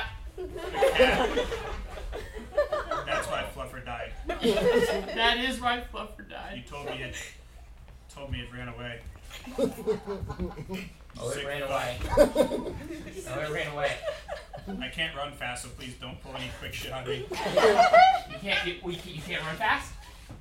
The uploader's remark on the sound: Two actors perform four 60-second scenes, each taking place at different points in time, based on suggestions from the audience! Pity Applause performs live improv comedy every other Friday in Brooklyn, NY!